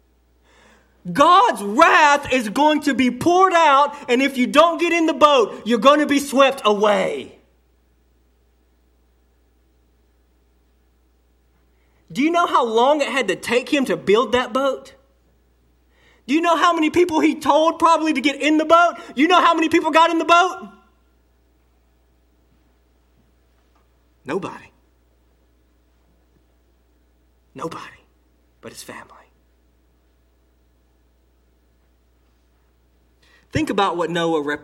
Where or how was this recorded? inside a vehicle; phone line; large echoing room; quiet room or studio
large echoing room